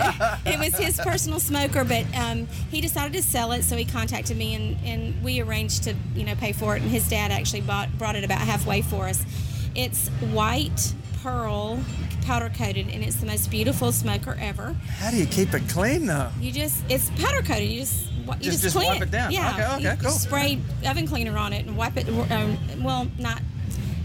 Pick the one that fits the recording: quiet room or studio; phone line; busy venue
busy venue